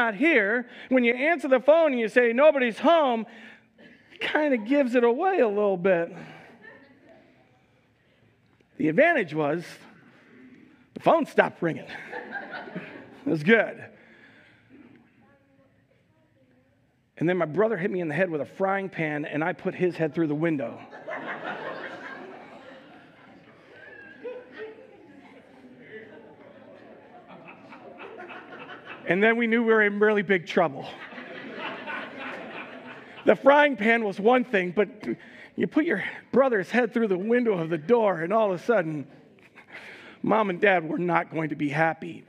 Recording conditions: large echoing room